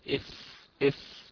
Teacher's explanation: بطن الشفة السفلى مع أطراف الثنايا العليا يخرج منه حرف الفاء